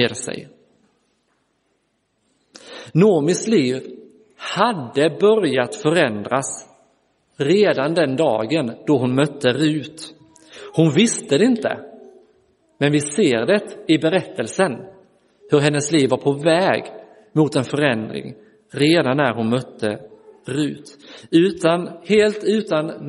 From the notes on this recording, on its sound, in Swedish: Inspelad i Roseniuskyrkan den 12 februari 2023.